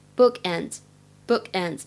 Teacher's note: 末尾的 d s 字母组合发的是 z 的音 · IPA: [bʊkendz]